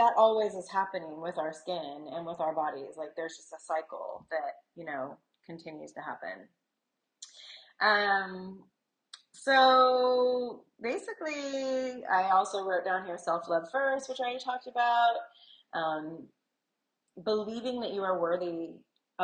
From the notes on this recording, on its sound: Sorry the audio isn't the greatest but learning as I go.